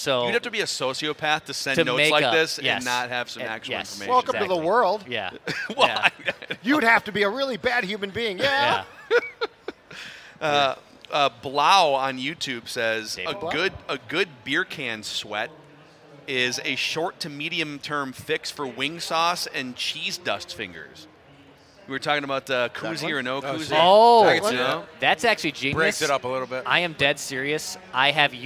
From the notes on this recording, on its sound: Live from the Minnesota Golf Show! Live and in-person from the Minnesota Golf Show.